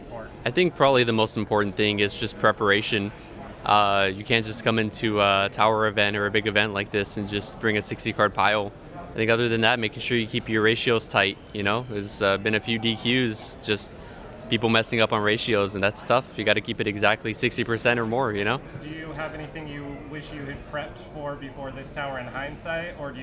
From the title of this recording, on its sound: Live from Water Tower 2023!